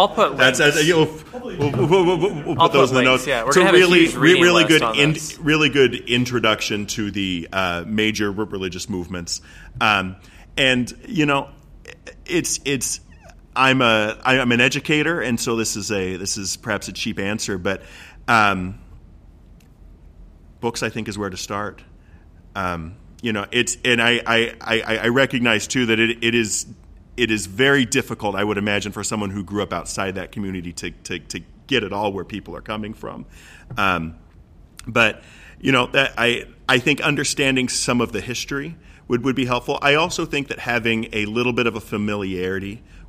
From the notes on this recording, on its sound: Was recorded live at the Tempe Public Library.